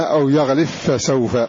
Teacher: يضغمون هذه الباء المجزومة في الفاء، فلا يظهر شيء من هذه الباء بعد إضغامها في الفاء